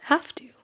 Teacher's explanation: I have to, so we have this V sound in the word have, and it becomes like an F. I have to, instead of saying have to, it becomes have to.